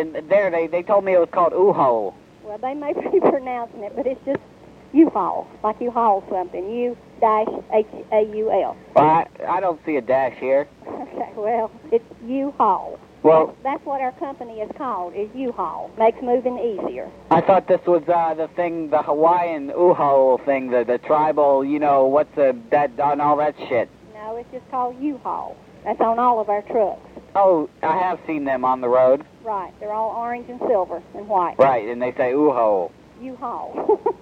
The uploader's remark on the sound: Personal Prank Phone Calls Collection